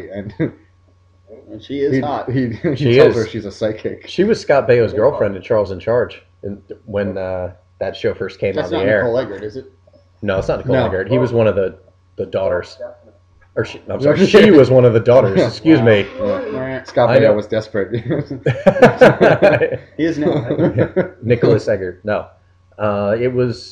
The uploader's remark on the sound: Please note that, due to a technical issue with the recording equipment, the audio quality is lower than the website's average output.